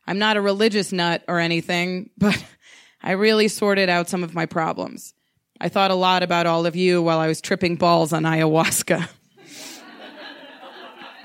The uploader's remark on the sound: She told this story in front of a live audience at Buntport Theater; the theme of the evening was “Ghosts.”